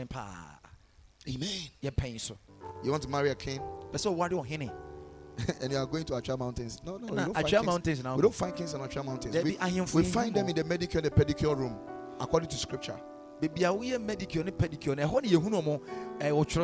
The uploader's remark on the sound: Preached at Ekklesia Chapel